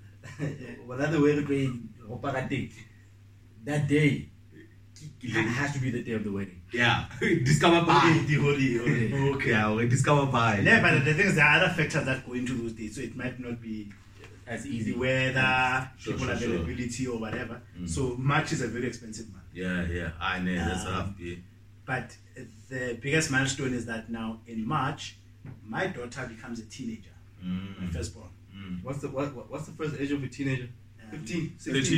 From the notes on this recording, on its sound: The audio quality is not as clean as usual due to some technical difficulties we have been facing lately.